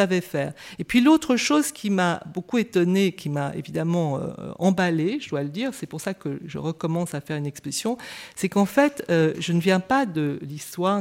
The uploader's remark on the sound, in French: Intervention enregistrée le 25 avril 2013 dans le cadre du colloque « Ce qu’expose veut dire.